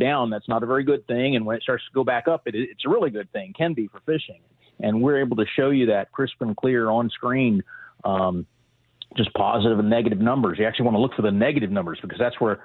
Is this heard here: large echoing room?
no